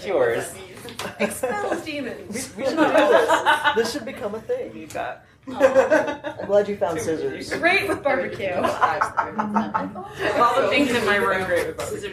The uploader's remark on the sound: It's time for another panel from Balticon 50! This was the Queering the Feed panel.